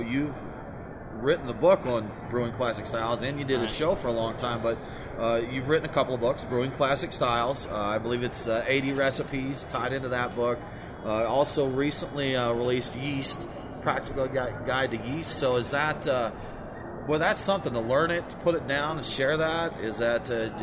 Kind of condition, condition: setting, busy venue